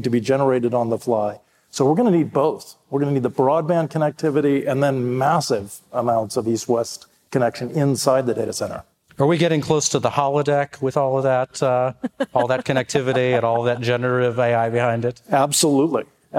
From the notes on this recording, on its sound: Live at the Computer History Museum. Live at the Computer History Museum for the 50th anniversary of ethernet.